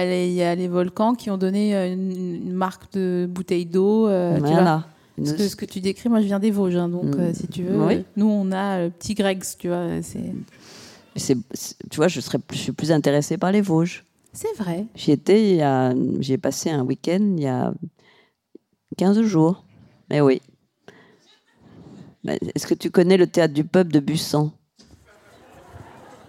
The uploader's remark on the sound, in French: Produit par Binge Audio, enregistré 26 septembre 2022 à la Scala Paris.